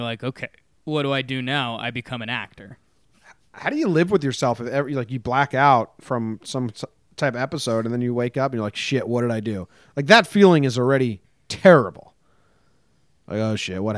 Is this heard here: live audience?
no